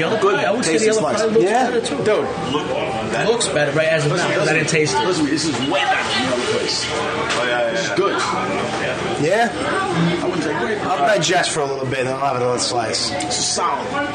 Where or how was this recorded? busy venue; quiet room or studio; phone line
busy venue